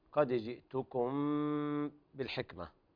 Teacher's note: هذا إخفاء شفهي لوقوع الباء بعد الميم الساكنة